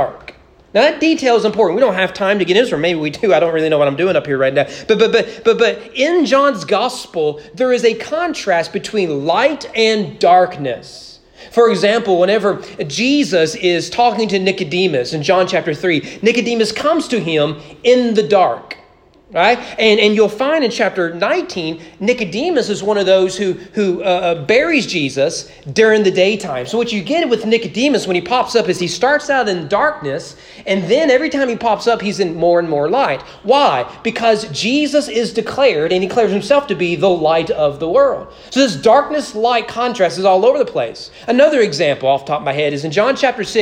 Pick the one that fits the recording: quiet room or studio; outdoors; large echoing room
large echoing room